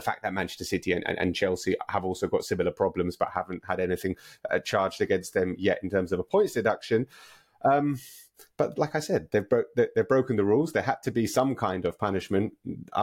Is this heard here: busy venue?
no